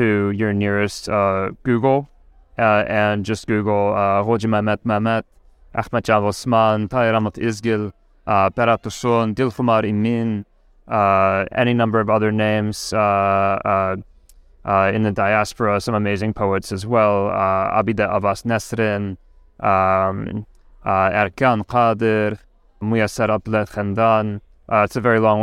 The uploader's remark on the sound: Sinica at the Association for Asian Studies Conference, Boston 2023: Capsule interviews